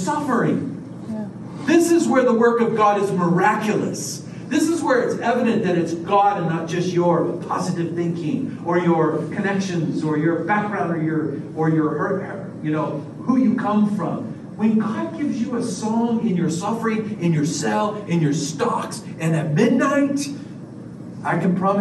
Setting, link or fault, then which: setting, live audience